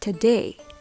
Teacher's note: today の場合 day にアクセントが置かれます。